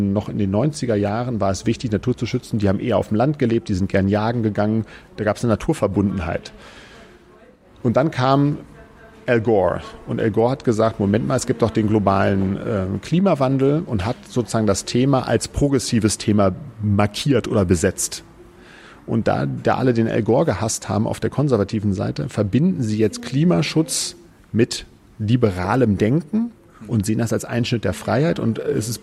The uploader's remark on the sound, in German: in der Ocelot-Buchhandlung (Berlin, Brunnenstraße) aufgezeichnet.